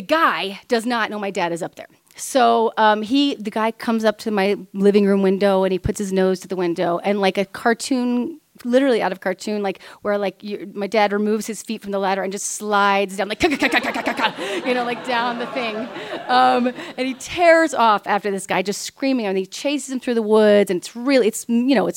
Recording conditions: live audience